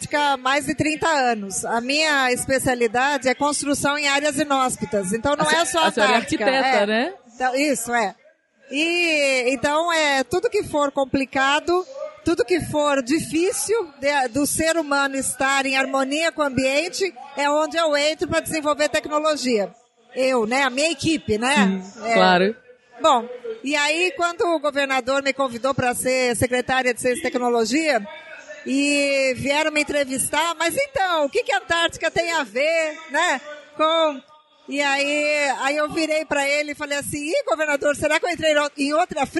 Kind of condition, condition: setting, busy venue